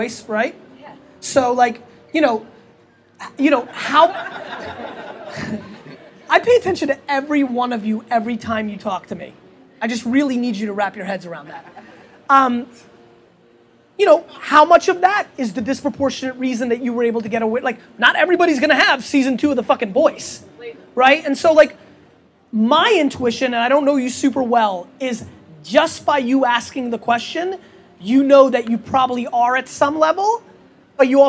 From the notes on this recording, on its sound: Interview at Startup Grind Los Angeles. At Expert Dojo's 3rd story deck on 3rd Street Promenade in front of a sold out crowd.